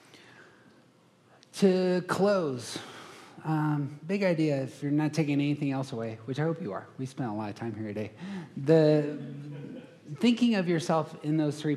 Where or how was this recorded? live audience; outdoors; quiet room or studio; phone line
live audience